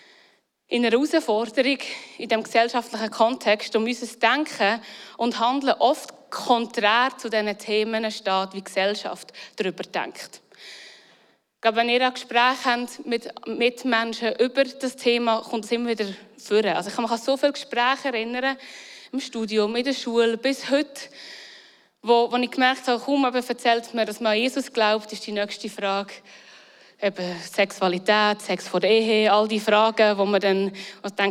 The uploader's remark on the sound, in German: Eine Predigt aus dem Christlichen Zentrum Zollhaus in Luzern.